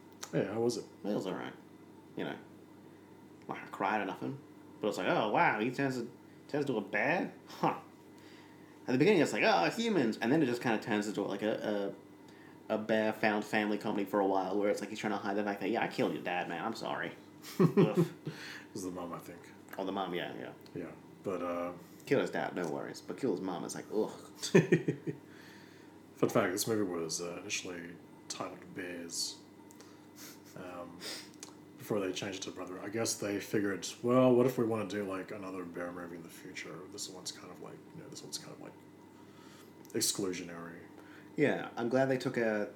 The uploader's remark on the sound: Excuse the constant ceiling fan and water bottle noises. It was a hot day when we recorded this.